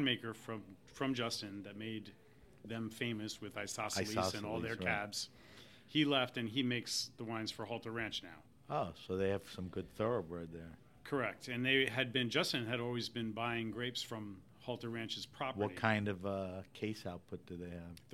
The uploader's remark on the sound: This episode of HRN On Tour was recorded at the Global Wine Dinner at Washington Prime as part of Norwalk Now’s CRUSH. This episode of HRN On Tour was recorded at the Global Wine Dinner at Washington Prime as part of Norwalk Now’s CRUSH.